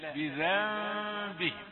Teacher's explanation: النون دي تحولت إلى ميم، ليه؟ قلبت إلى ميم لملاقاتها للباء، ما بتقولش بذن كده، لا بذنبه. · Term: ميم مخفاة مع الغن